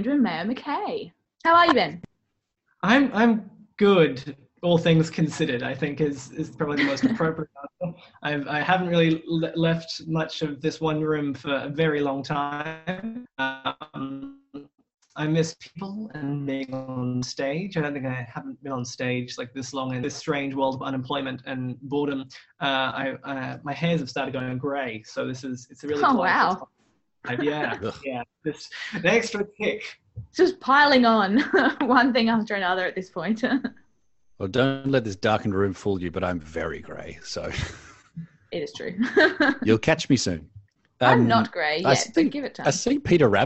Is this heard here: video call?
yes